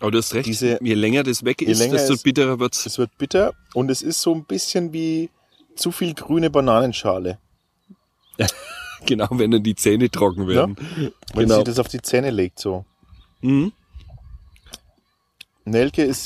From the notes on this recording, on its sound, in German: Sitzen wir bei dieser Aufnahme im Freien zwischen Strohblumen und Klee und lassen uns die Sonne auf den Pelz scheinen.